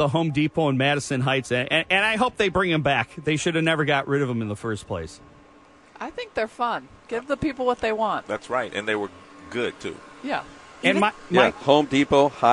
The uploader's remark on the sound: check in live from the Auto Show.